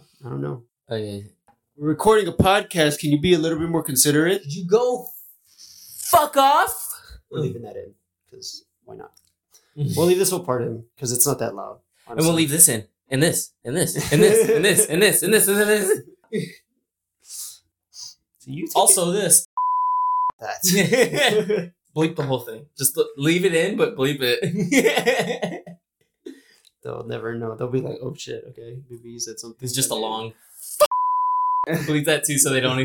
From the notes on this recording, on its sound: this episode was recorded on the old mics